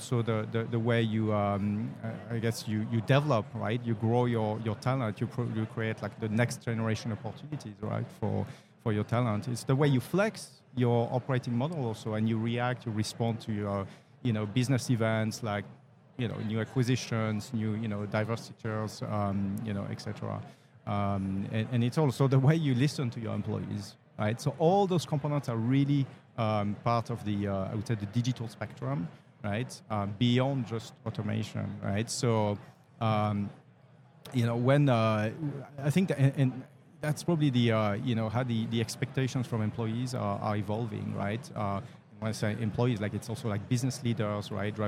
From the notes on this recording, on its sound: Live at the HR tech 2022 conference